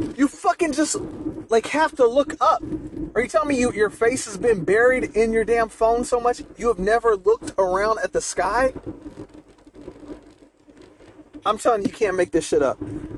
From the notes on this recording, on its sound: Late Night December Drive Talk. I recorded this towards the beginning of the month but couldn't find the file until now, my apologies.